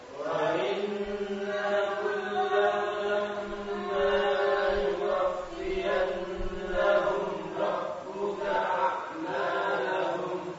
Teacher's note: di sini ada nun tasdid ya, dengungnya sempurna. Dua harokat lebih gitu ya. Begitu pula ada mim tasdid, ada dua di situ.